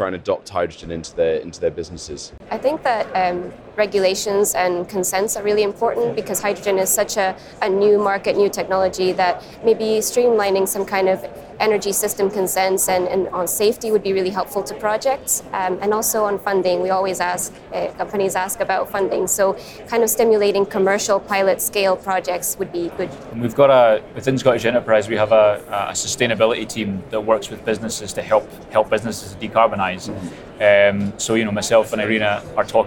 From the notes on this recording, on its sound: The Energy Voice team are at the All-Energy conference this week, the UK’s largest renewable and low-carbon energy exhibition and conference. Dropped by the Energy Voice stand to take part in a live podcast on day two of the All-Energy conference in Glasgow.